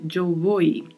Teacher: Temos que nos atentar aí para a letra V, que tem um leve som de B